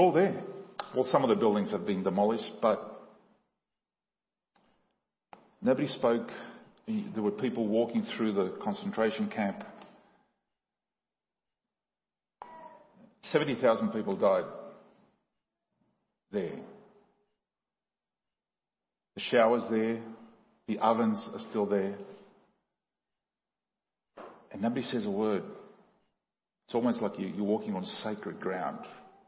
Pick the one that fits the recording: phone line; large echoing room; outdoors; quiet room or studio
large echoing room